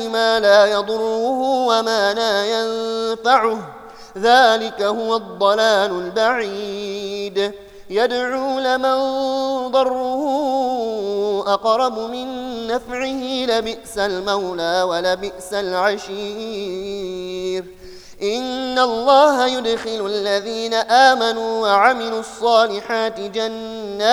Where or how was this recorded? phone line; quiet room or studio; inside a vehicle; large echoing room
large echoing room